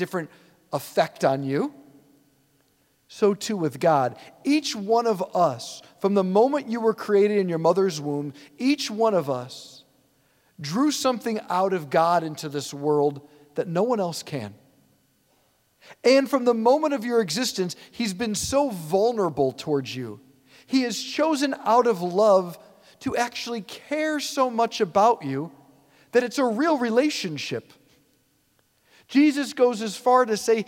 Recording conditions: large echoing room